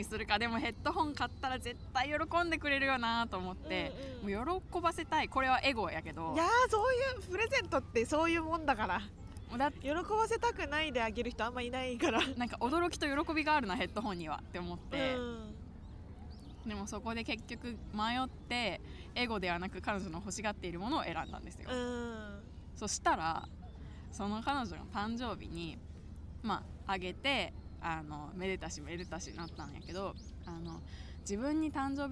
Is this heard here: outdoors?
yes